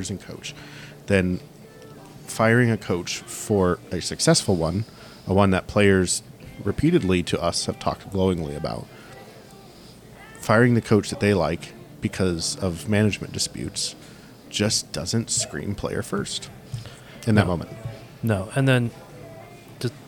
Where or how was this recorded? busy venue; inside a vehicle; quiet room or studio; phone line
busy venue